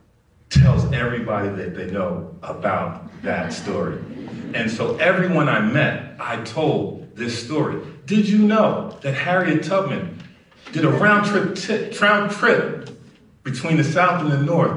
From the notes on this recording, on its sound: at Snap LIVE in DC